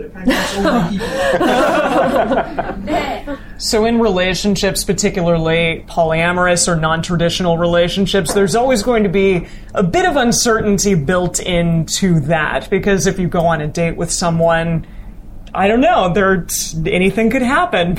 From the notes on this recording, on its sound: Live Show in Tokyo. In this very special live episode recorded at Good Heavens British Pub in Setagaya.